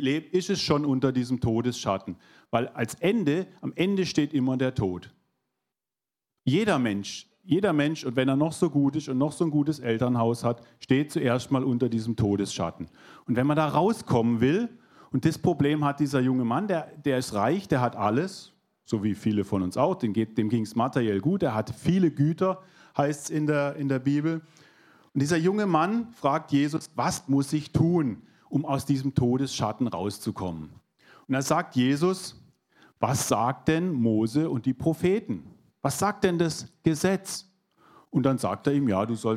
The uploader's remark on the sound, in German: 2022 in der Gemeinde Kaleo Schopfheim aufgenommen.